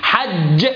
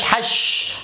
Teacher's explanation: ربوة ربوة نجتوست أجتوست شدها عشان ما تبقاش شين، حج عشان ما تبقاش حش، حج الفجر عشان تبقى إيه الجيم، الفرق ما بينها وبين الشين الشدة والجهر